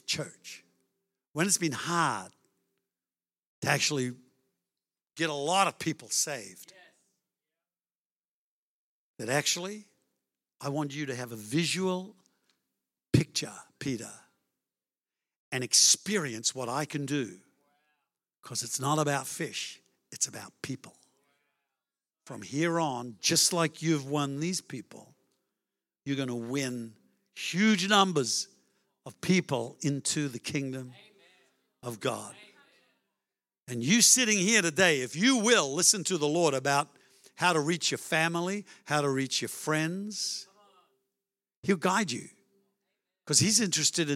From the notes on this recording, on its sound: Melbourne East. Recorded during our 9am service on Sunday, the 10th of September 2023.